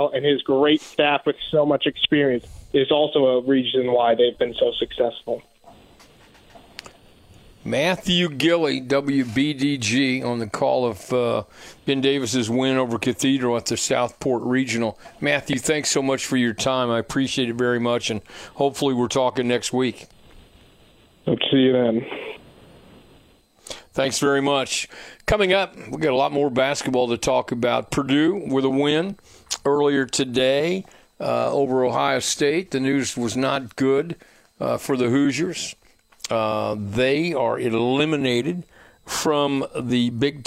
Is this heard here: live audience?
no